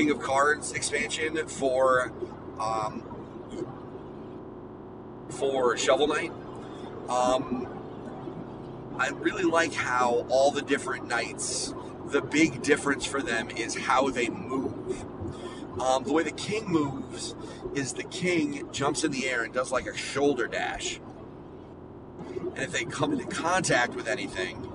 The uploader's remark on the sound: His ride home from Boston. PAXeast2019.